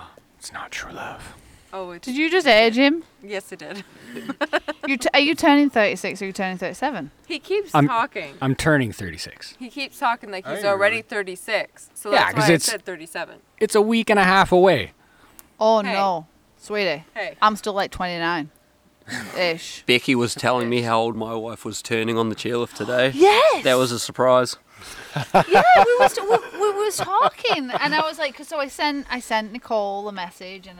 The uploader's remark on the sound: For one last time we are on location at Sugarloaf Bike Park, New Brunswick, for the last chair of the 2021 season. We have the entire ride crew along for a chat.